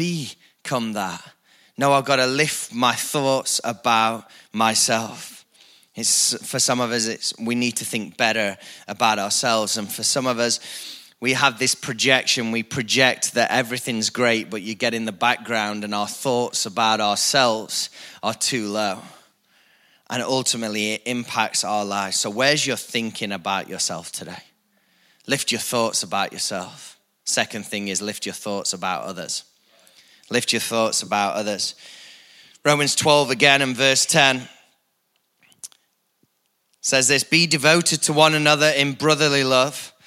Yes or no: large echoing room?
yes